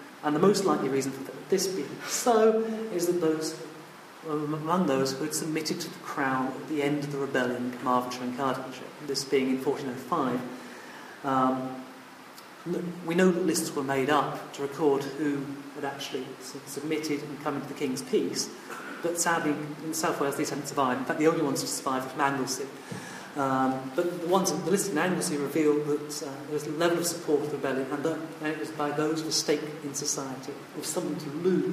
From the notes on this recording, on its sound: It was recorded at a Cymmrodorion event in April 2015.